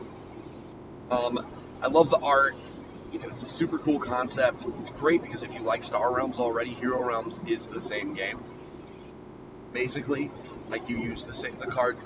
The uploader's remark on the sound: His ride home from Boston. PAXeast2019.